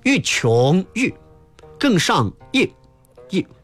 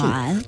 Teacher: 这几个入声字一定要读得短促，短是指时长